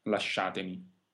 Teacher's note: In questo caso, ricordo di nuovo che la i di lasciatemi non va pronunciata, la prima i, lascia, e non lasciatemi, la i non va pronunciata. The sh sound is always a double consonant in Italian. One thing to remember is that the letter I in this spelling will not be pronounced.